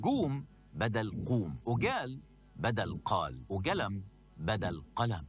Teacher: وبعضهم يجعل القاف جيم مصرية اللي هي جه، وذلك في قطاع غزة